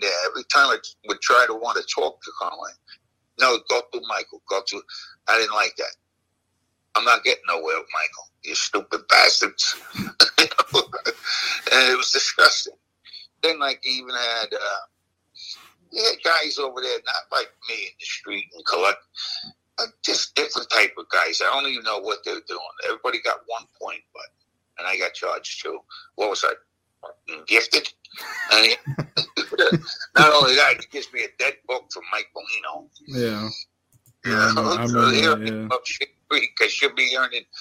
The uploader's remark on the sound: Is on the phone during this interview due to not waiting for his face to be seen.